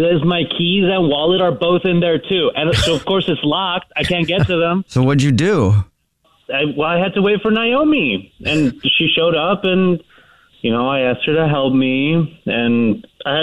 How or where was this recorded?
phone line